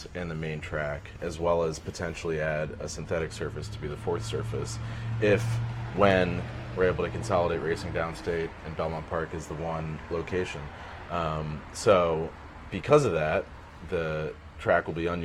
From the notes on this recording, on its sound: Live from Saratoga Race Course